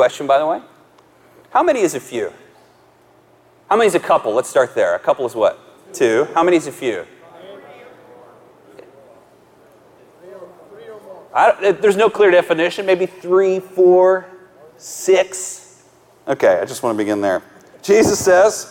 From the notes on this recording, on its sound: live message from the Kingdom Men's Gathering